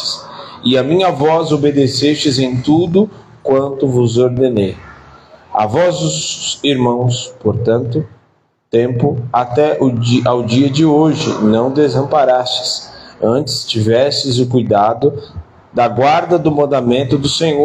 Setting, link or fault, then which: setting, large echoing room